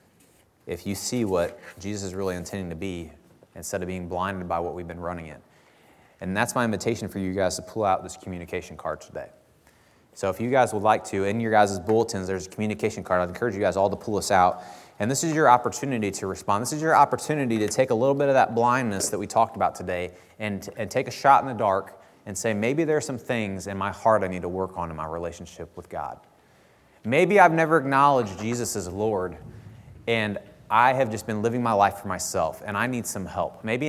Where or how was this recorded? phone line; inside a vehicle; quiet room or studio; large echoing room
large echoing room